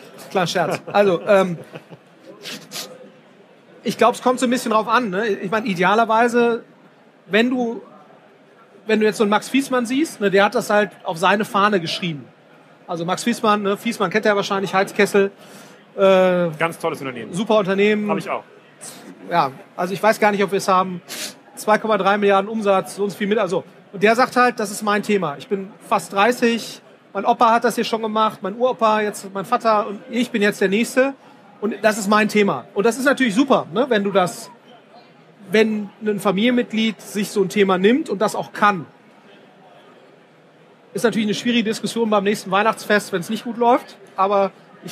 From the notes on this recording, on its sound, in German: Auf dem #OMR Festival in Hamburg